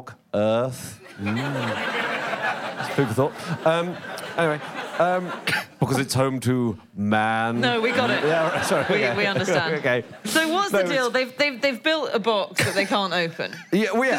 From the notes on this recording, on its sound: live from the Soho Theatre